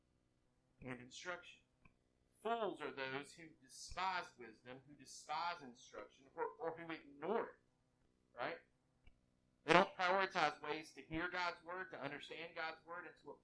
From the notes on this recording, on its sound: WE APOLOGIZE FOR THIS PODCAST'S POOR AUDIO. WE ARE ACTIVELY WORKING TO CORRECT THE ISSUE.